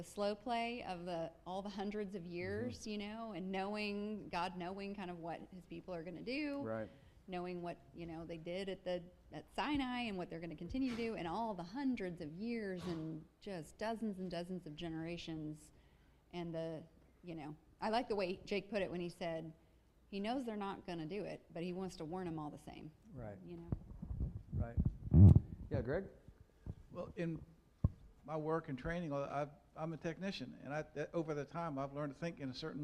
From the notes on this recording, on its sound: Fuquay-Varina church of Christ sermon audio